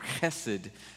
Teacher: And so there's a phrase that is repeated 26 times, and the core word of that phrase is a Hebrew word called kesed or chesed, as you would say gutturally in Hebrew